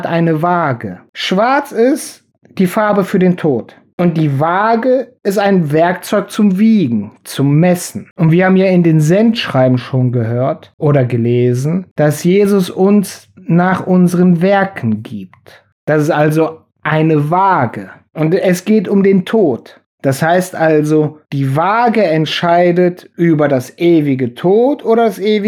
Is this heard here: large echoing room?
no